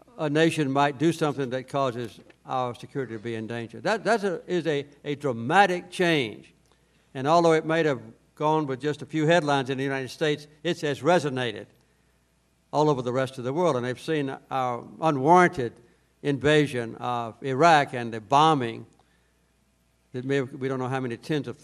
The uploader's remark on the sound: To a sold-out audience at The Carter Center.